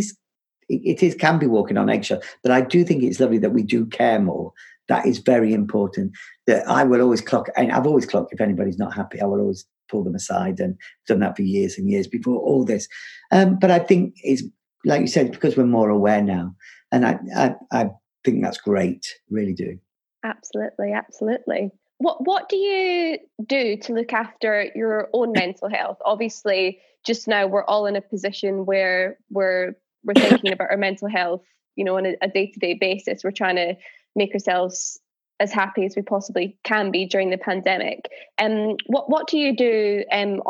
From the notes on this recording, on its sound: This episode was recorded over Zoom